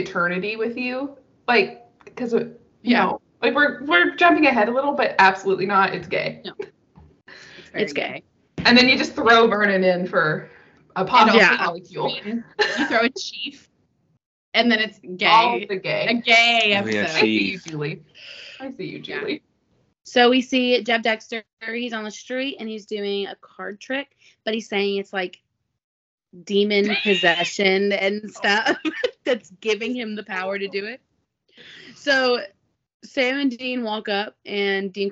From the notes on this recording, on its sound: Sorry our audio isn’t the best. We had to use the Skype video recording because of some tech issues from a certain host and co-host.